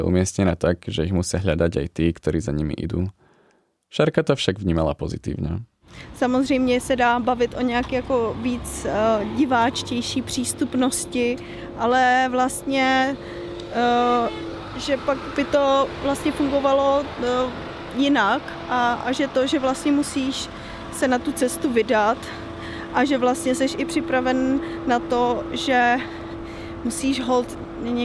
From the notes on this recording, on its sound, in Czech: Do této letní výletové epizody se propisuje i to, co je s cestou vlaky spojené - čekání, specifické zvuky i potkávání cizích lidí.